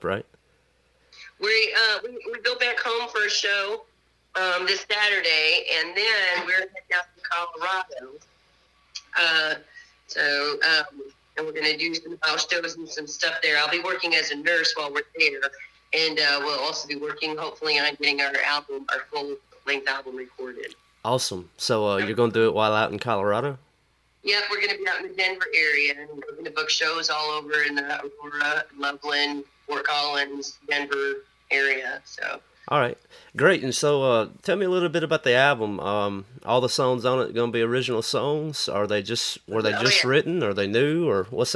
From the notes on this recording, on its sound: burnt the phone lines